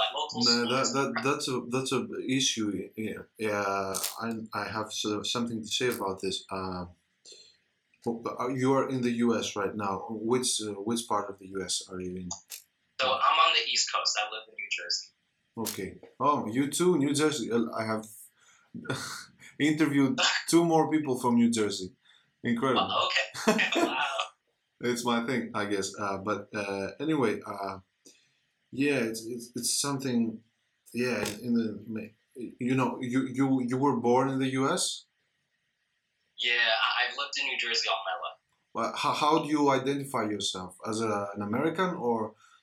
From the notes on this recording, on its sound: On an IG live.